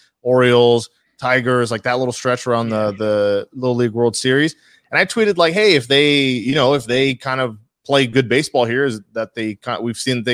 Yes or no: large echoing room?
no